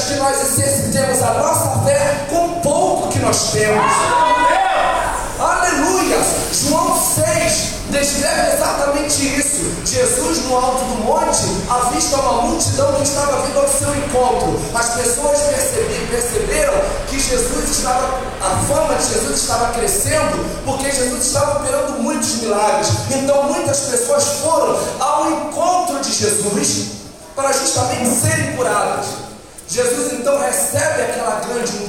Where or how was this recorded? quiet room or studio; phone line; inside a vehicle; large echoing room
large echoing room